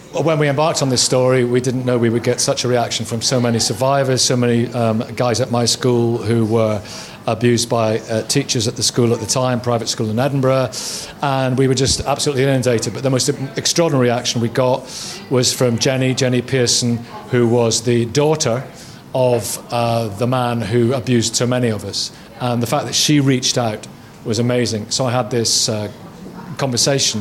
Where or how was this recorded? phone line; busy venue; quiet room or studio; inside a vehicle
busy venue